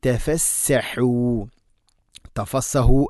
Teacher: തഫസ്സഹു, തഫ, ത ലൈറ്റായിട്ട് ഉച്ചരിക്കണം, ഫ ലൈറ്റായിട്ട് ഉച്ചരിക്കണം, സീന് ലൈറ്റായിട്ട് ഉച്ചരിക്കണം, ഹ തൊണ്ടയുടെ മധ്യഭാഗമാണ് മഖ്റജ്.